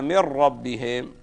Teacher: تحول النون الساكنة إلى راء مشددة لكن بدون غنة